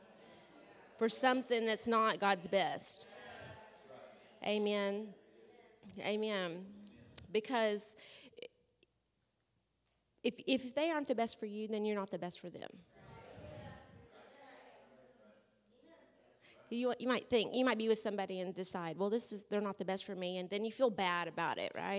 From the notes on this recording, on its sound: This audio was taken from a class on 10/12/2021 at World Harvest Bible Training Center in Murrieta, CA